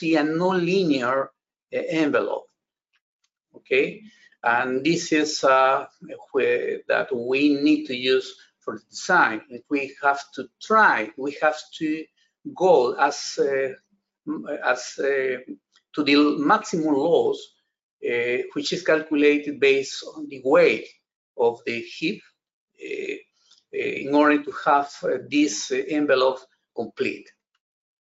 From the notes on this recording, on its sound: This is an audio version of the FGI webinar.